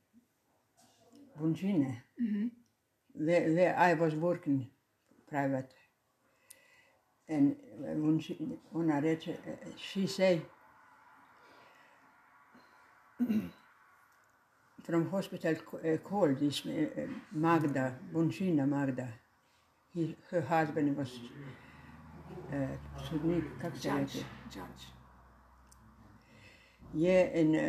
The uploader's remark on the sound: As well, some audio may not be clear, as other people were talking in the background as I recorded the episode.